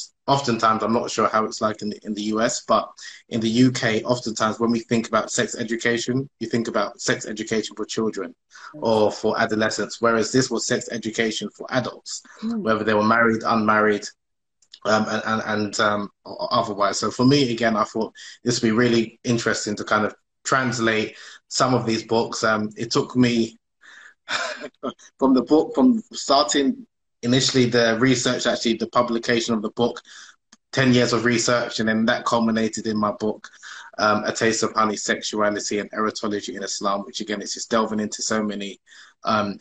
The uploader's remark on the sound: on Instagram Live